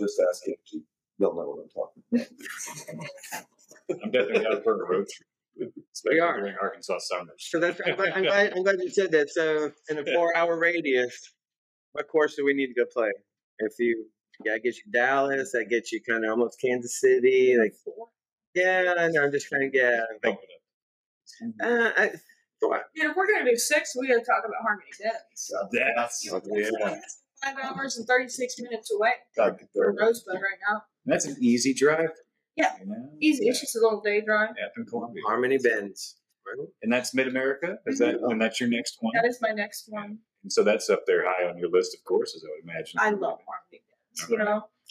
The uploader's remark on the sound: I DID MY BEST TO EDIT THE SOUND TO MAKE IT AS CLEAR AS POSSIBLE. I AM STILL LEARNING AND SOMEDAY WONT HAVE THIS ISSUE.